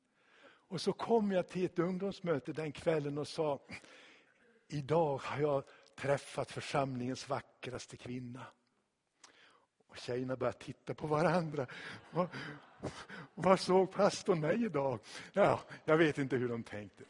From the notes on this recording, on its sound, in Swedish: Inspelad i Tabernaklet i Göteborg 2016-04-03.